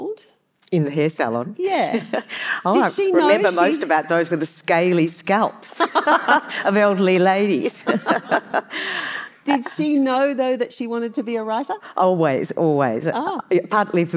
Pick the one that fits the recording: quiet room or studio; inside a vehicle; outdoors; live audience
live audience